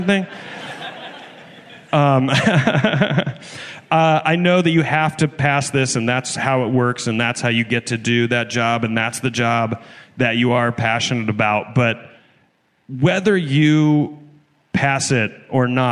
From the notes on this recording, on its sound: This week we come to you live from Clusterfest! First, we set up a brand new pair of pen pals from the audience.